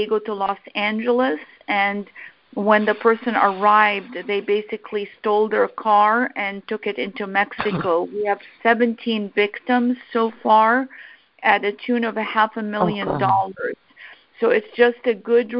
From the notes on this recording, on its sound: I hosted a teleconference town hall discussion